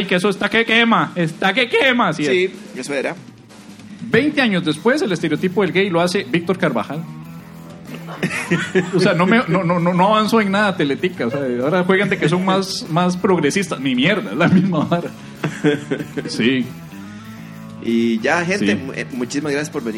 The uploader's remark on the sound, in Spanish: Grabado en vivo desde el Teatro Torres.